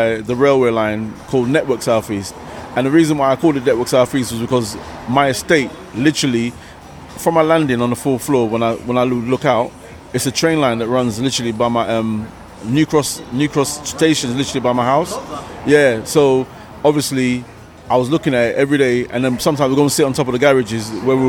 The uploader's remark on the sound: Newcastle The Bridge Hip Hop UK Festival Newcastle upon Tyne. The interview was filmed at the Star and Shadow as part of the The Bridge Hip Hop Uk Festival that was held in Newcastle.